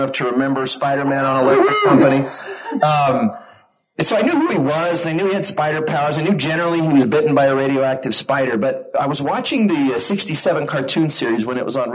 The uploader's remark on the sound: Recorded Live at FanX 2023, complete with sound issues and audience participation.